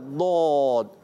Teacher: دود میں ایک صفت پائی جاتی ہے، صفت استطالت، لمبا ہونا، طویل ہونا. کیونکہ اس کی صفت ہے یہ لمبا ہوتا ہے، اس کا مخرج جو ہے نا طویل ہے.